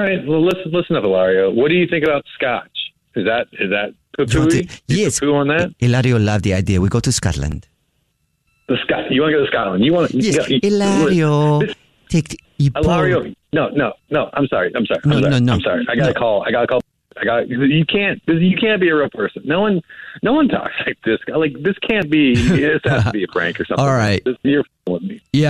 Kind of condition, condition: link, phone line